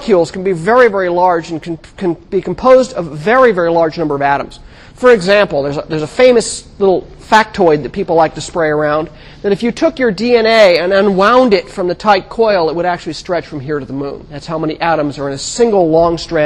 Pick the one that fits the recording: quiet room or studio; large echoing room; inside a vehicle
large echoing room